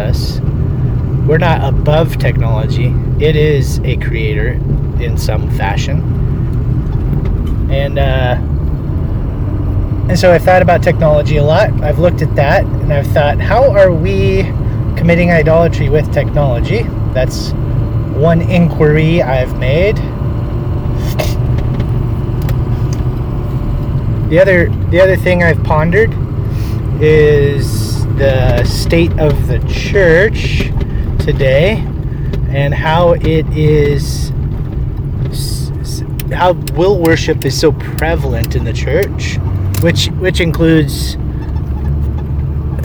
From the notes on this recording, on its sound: As I was driving to feed my pigs, I thought I would share what I've been thinking about regarding the god of this age.